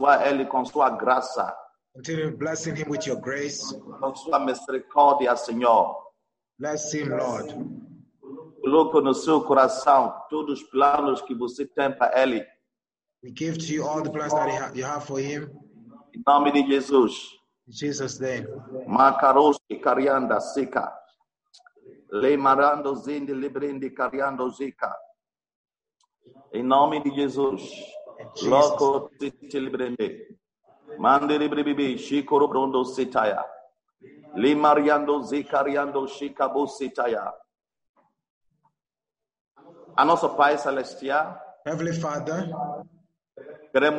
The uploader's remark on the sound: ZOOM SERVICE